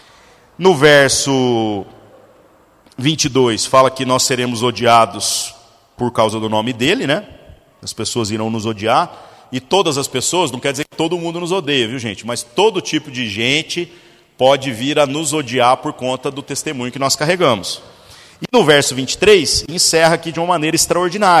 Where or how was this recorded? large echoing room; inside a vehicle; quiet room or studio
large echoing room